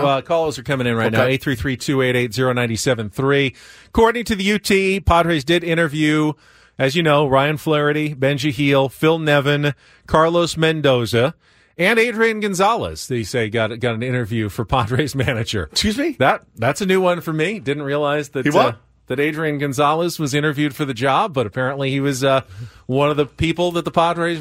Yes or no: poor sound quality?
no